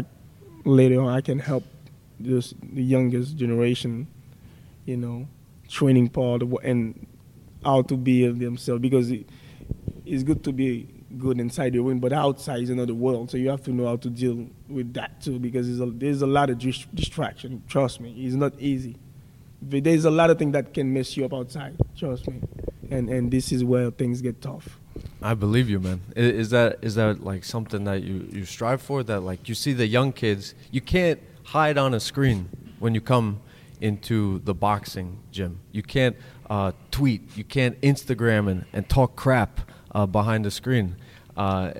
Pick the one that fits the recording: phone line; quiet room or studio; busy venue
busy venue